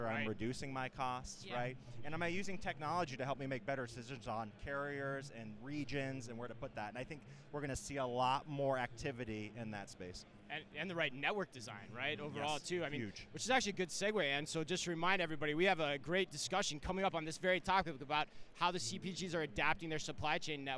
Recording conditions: busy venue